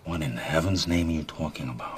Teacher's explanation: He also gets a lot of nasality into the accent.